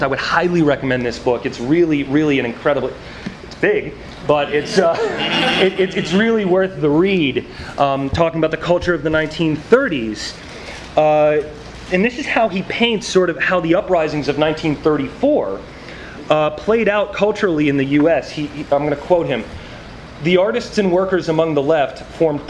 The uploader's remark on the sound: This workshop was presented at the Socialism 2014 conference in Chicago on June 26th. It was part of a track of radical art talks done every year at the Socialism conference.